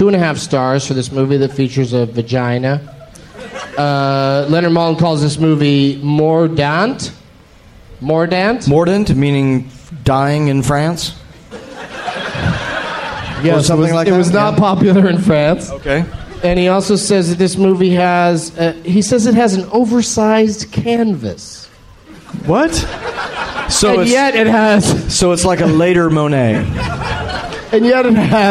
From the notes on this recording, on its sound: Live from Cobb's Comedy Club at SF Sketchfest